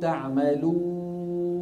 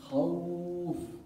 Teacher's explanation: الفرق بينهم ان الواو المديه قبلها حركه من جنسها، وان الواو اللينيه قبلها حركه من ايه؟ من غير جنسها